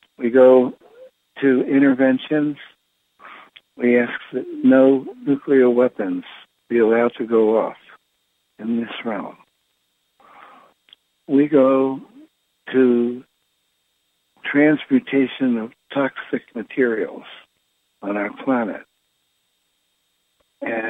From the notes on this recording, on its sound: Conference Call LIVE